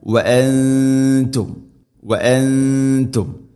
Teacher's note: നൂനിനെ അവ്യക്തമാക്കി മണിക്കണം. ഇഖ്ഫാ ബിഗുന്ന